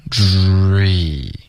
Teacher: 注意它是要有一个滑动的，开头嘴唇是撅起来的，然后结尾嘴唇就放松了